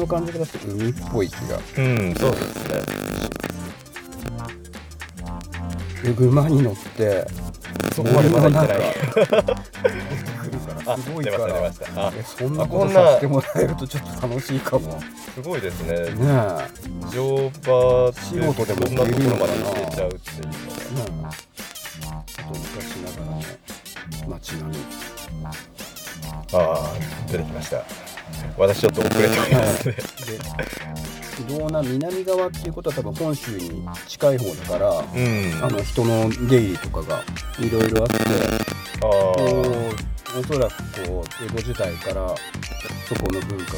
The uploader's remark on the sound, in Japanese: 左側ノイズ多くてすみません。